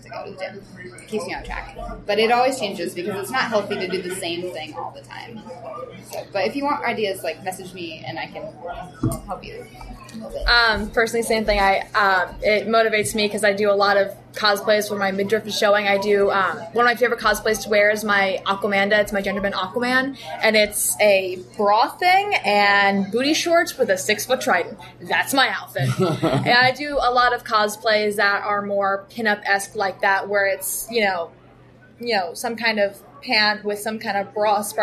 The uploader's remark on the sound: Live from Palm Springs Comic Con